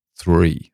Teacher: they'd say three, but fire with no R, fire, like an English person would · Term: no R's